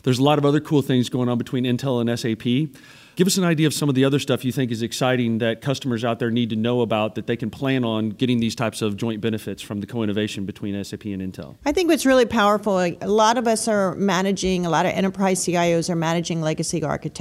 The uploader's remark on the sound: Recorded live at SAPPHIRE NOW 2017.